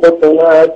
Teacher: لما جاء على خطوات سكن الطاء قلقلة، لأن هذه قراءة أو رواية ورش